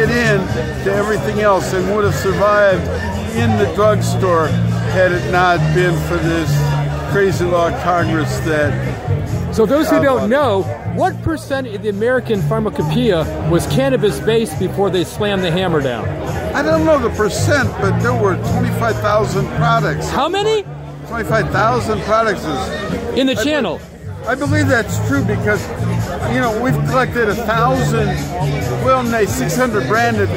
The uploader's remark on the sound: recorded at Seattle Hempfest, August 2019